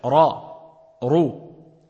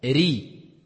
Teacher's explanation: c'est bit tafkhim. On remplit la bouche. · Shown in: first take